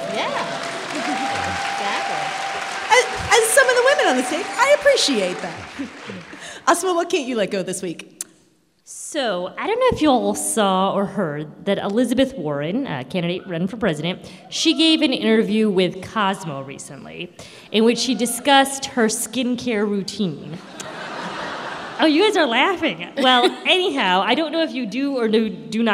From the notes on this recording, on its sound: This is a special episode, recorded in front of a live audience at the Harris Theater in Chicago, IL.